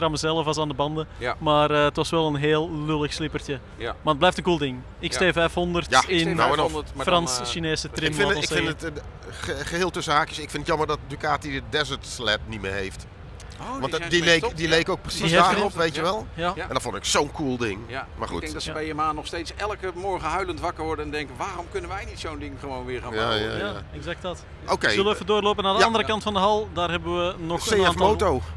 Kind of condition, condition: setting, busy venue